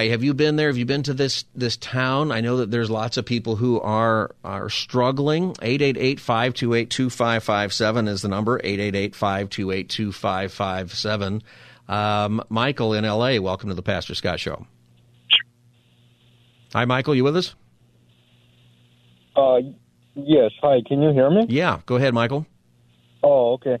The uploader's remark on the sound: Listeners call in and react.